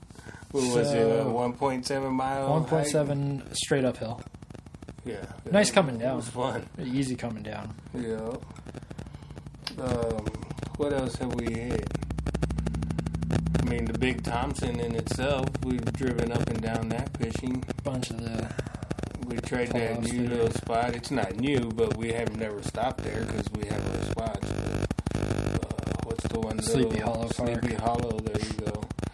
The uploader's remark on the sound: Apologies for the noise in this episode, we cannot figure out where it is coming from.